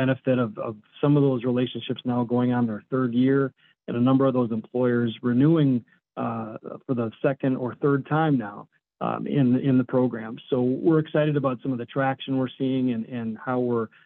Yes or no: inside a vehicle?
no